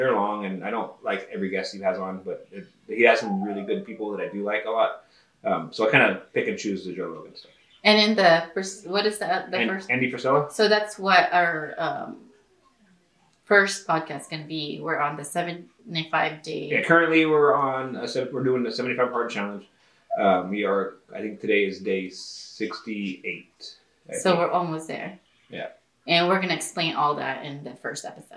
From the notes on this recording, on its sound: Our mics didn't work, camera overheated, things were confusing... We got it recorded!